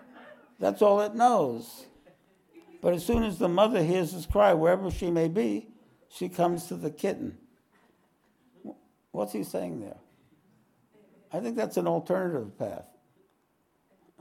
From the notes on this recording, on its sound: This podcast was recorded live at The Ashram in Mount Eliza on the 25th of March, 2023.